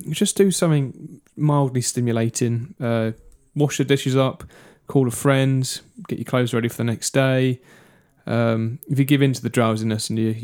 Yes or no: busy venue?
no